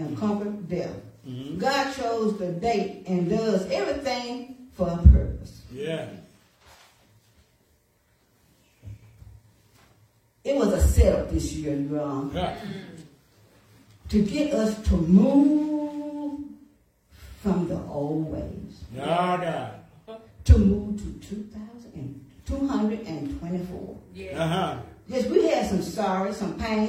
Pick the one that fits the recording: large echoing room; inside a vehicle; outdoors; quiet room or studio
large echoing room